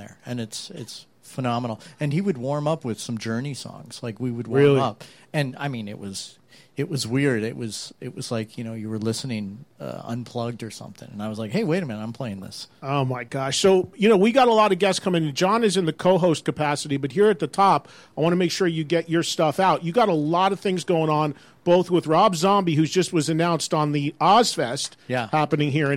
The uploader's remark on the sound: at the Rainbow on Sunset Strip (Los Angeles) during a jam-packed live broadcast!